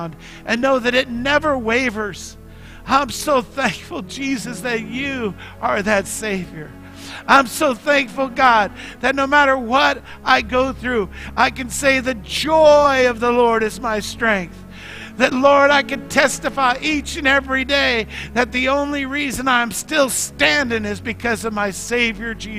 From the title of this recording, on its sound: Mt. Zion Church Live!